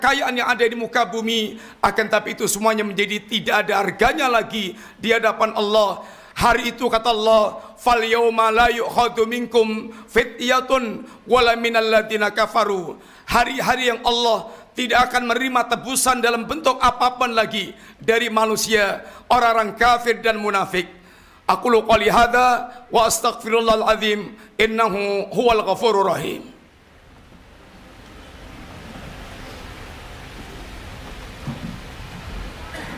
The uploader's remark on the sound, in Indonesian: Ini adalah rekaman live Khutbah Jumat